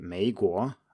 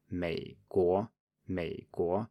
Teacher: So, in a word like Meiguo, uh, America, people tend to say Meiguo, going up on both, but you should be just down on the first one. It should be a low tone. · Shown in: second take · Term: third tone